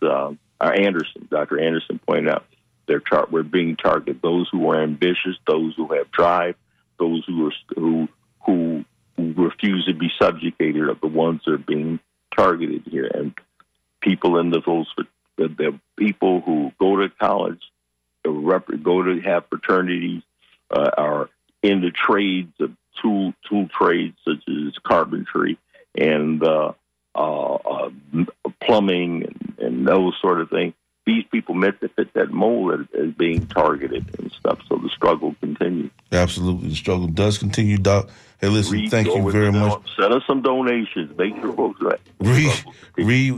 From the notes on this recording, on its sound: unique magazine format call-in show